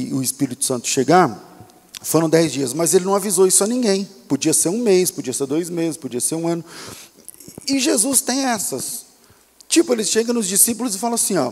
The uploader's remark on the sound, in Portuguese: Culto ao vivo